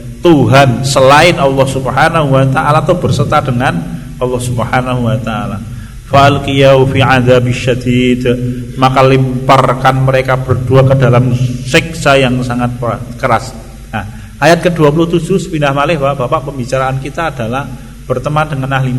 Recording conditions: large echoing room